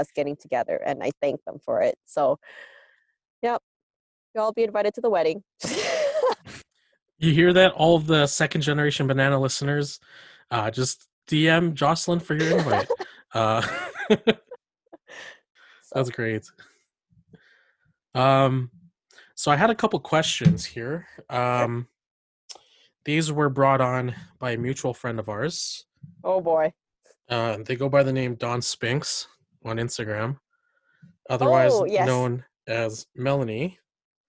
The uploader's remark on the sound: This podcast was recorded on Zoom